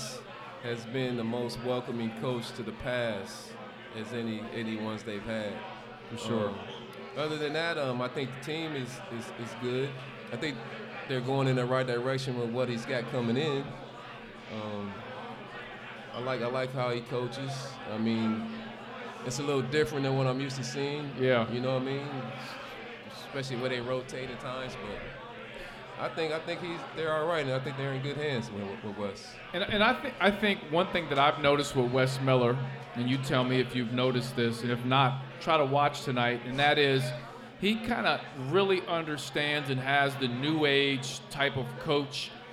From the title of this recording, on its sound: LIVE at Mio’s